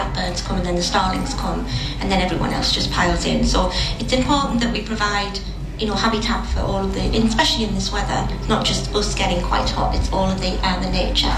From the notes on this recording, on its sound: This is the recording of the Panel Discussion at the Green Fair this year that was held at the Bishop Auckland Methodist Church. It includes speeches made at the Fare.